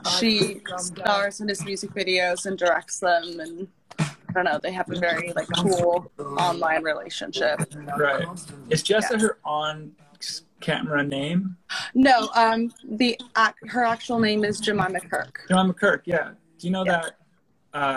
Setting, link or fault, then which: link, video call